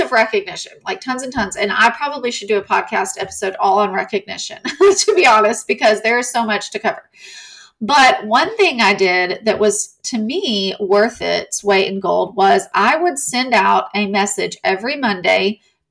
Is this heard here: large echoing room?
no